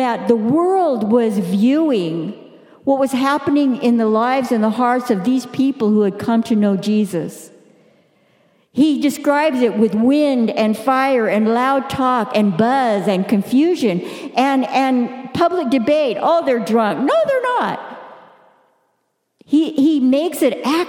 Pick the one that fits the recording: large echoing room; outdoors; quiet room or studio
large echoing room